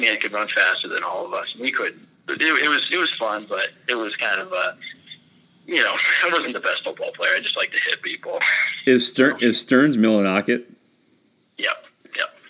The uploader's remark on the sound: Due to COVID, this was the first interview that I've done over the phone and not in person, and needless to say the sound quality came out very good.